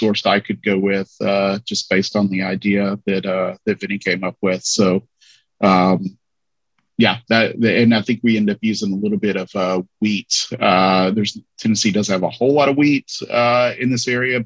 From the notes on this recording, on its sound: jump into the zoom studios